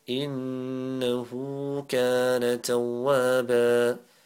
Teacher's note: Noon with the tashdeed, that's ghunna. The ha with the ulti pesh, upside down dhamma, is 1 second.